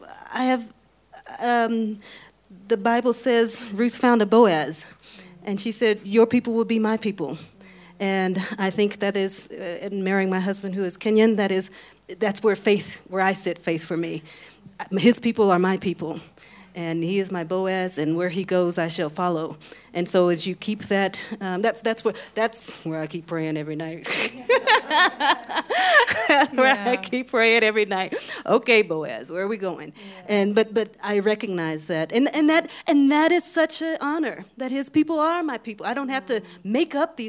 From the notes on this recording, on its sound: This episode was recorded at Pawa254 (pawa254.org).